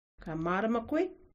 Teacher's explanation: pay attention to the rising intonation at the end when you ask a question